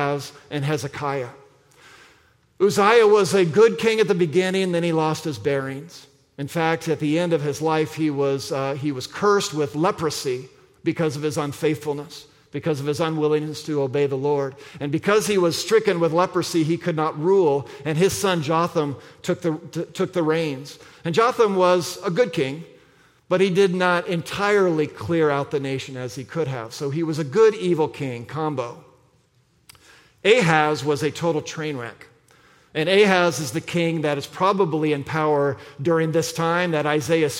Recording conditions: large echoing room